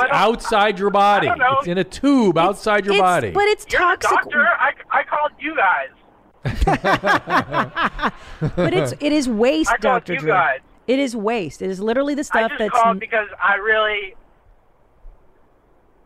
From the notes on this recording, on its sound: Being able to take your live calls is a fun new part of the show.